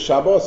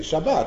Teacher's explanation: pronounce the O, the what we call the komatz, or the O, and the A, the patach, the same · Shown in: second take · You can't tell the difference.